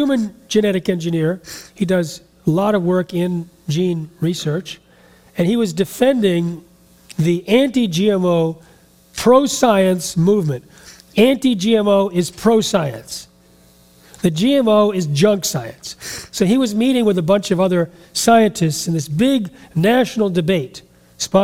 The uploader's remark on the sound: speaks at a Real Truth About Health conference and answers several audience questions